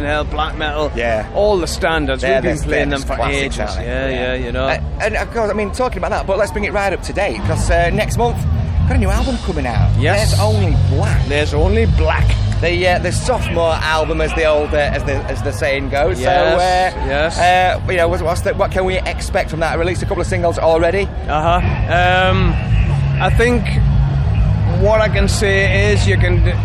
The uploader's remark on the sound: TURS All Talk at Bloodstock 2022